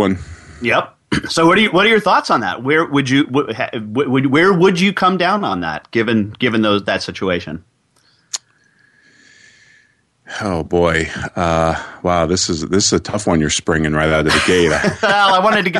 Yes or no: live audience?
no